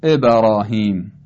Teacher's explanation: اگر سعی کنیم به فتح تمایل داشته باشه قلقلمون · Term: قلقله